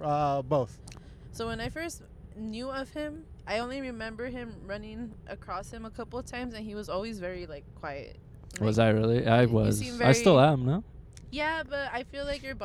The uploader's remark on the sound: This pod is just 3 Latin X's just vibin' in a latesla (latino + tesla).